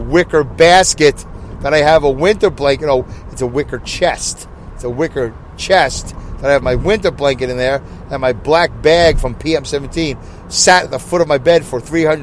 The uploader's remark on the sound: Review From My Car On My Way Home. I record my show from my car as I drive to and from work.